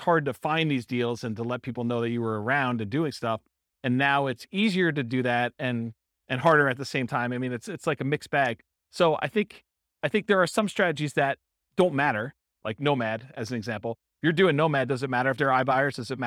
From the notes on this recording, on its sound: This was a live class recorded